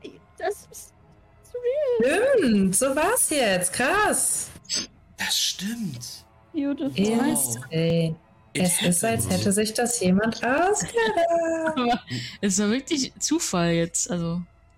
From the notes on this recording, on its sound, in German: (… entschuldigt sich für sein schwaches Stimmchen, das nervige Rauschen und gelobt Besserung).